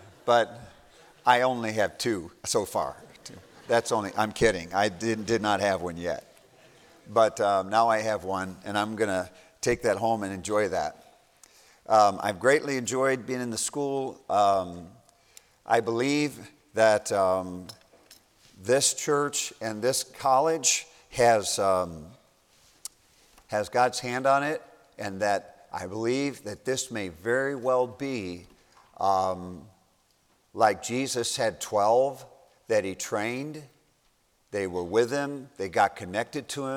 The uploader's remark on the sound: A message preached as a part of the New Life Meeting at Baptist College of Ministry